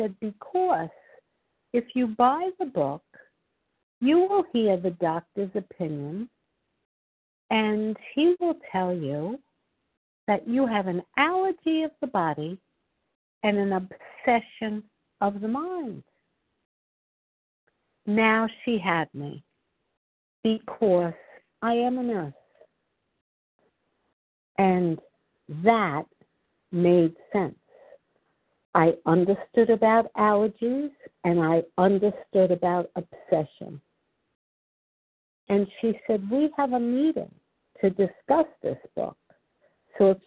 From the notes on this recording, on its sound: 100 Pounders Phone Meeting